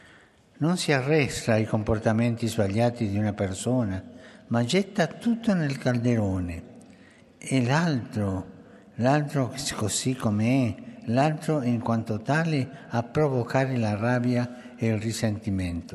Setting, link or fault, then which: setting, live audience